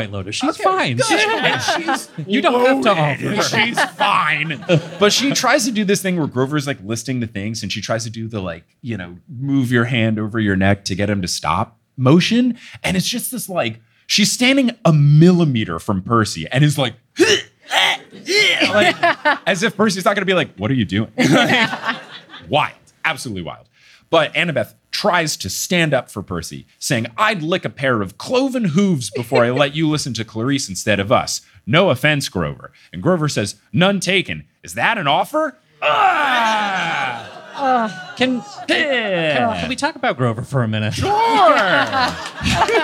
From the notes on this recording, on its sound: LIVE in Austin! Live in Austin, TX.